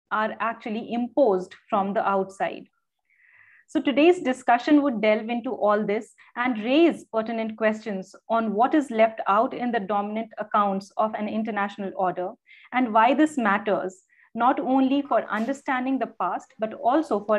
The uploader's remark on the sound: Special Lecture.